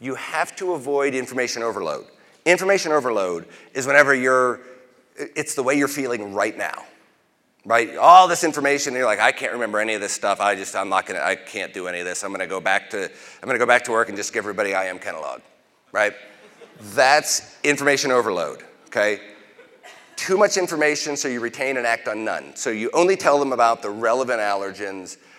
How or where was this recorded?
large echoing room